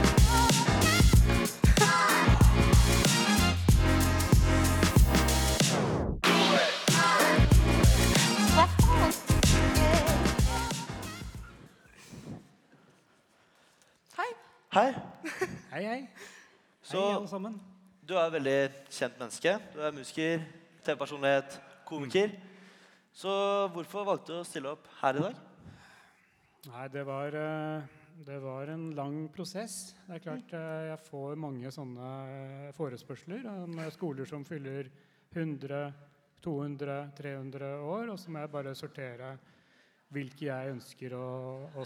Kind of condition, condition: setting, large echoing room